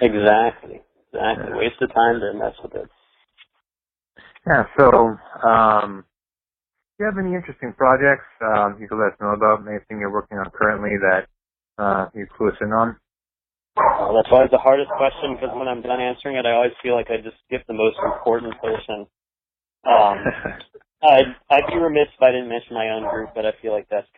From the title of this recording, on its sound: Phone Interview